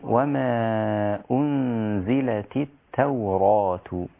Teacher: وصفير الزاي لابد أن يظهر فيها أيضا حتى يكون هناك فرق بينها وبين الذال